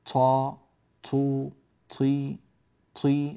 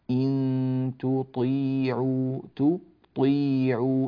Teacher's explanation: إن تطيعوا تطيعوا، فالطاء هنا تأخذ حقها من التفخيم. الطاء من الحروف التي لا يجوز همسها · Shown in: second take